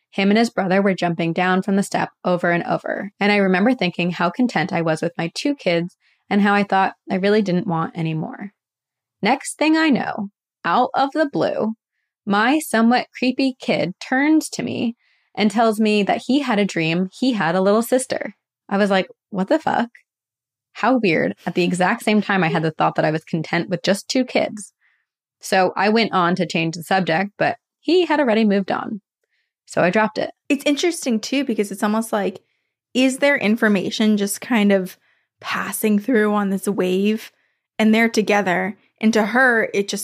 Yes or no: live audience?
no